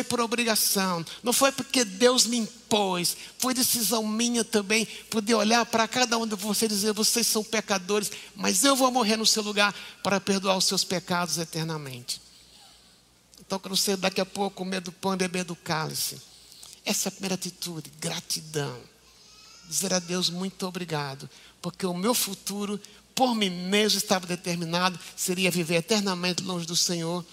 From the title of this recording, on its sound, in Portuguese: Culto Ao Vivo